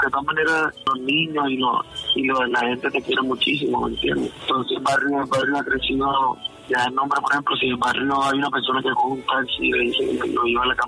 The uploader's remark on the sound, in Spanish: Una entrevista telefónica en podcast para conocer más y mejor al cartagenero.